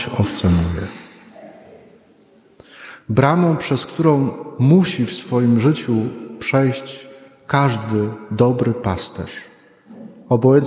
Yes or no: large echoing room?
yes